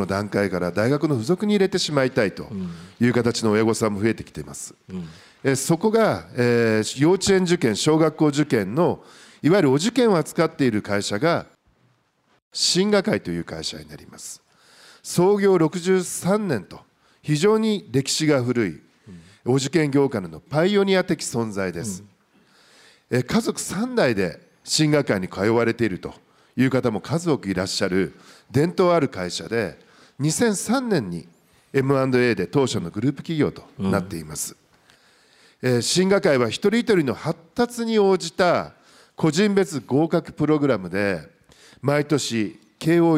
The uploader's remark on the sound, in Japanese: 東京・三田の建築会館ホールで行われた「ラジオNIKKEI 相場の福の神 注目企業ＩＲセミナー」